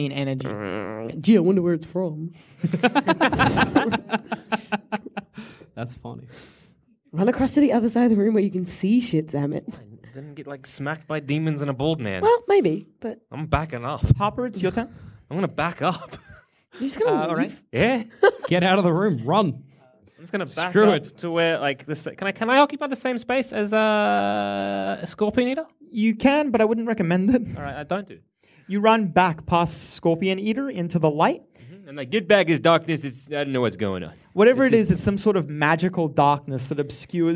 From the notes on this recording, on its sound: Our heroes climb up on stage, grab a fistful of dice, and play a live game of dungeons and dragons. It's D&D is for Nerds Live and unedited like you've never seen it before!